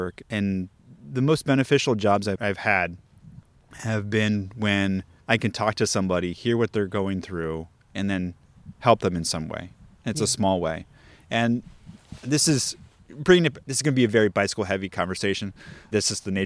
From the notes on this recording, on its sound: This special episode was recorded at Loma Alta Park in Altadena.